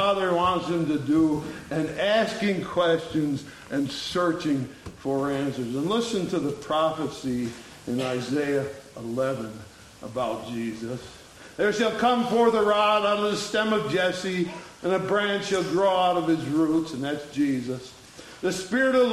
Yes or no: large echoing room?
yes